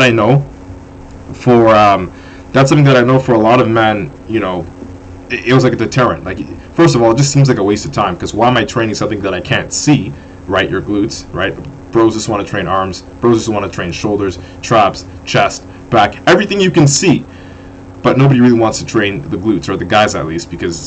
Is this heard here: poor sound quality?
yes